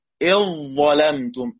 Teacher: بإدغام الذال في الظاء، هذا لجميع القراء